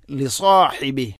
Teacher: സ്വാദ് ഉച്ചരിക്കുമ്പോൾ നാവിൻ്റെ മധ്യഭാഗം അണ്ണാക്കിലേക്ക് ഉയർന്നു നിൽക്കണം